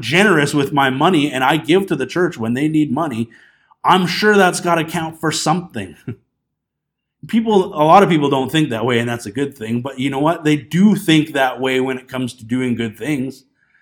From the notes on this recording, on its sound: This Sunday morning message was recorded on February 9, 2020 at Bethel Pentecostal Tabernacle in Clinton, BC.